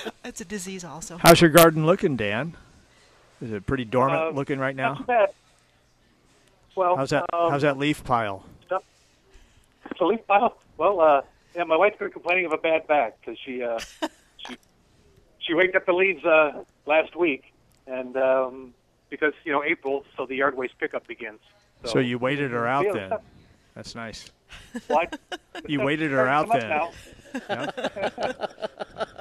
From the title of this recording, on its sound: Live at Prairie Gardens